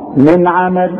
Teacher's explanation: النون عليها سكون وبعدها عين، والعين من حروف الاظهار اذا ما تغنش، تقول من عمل.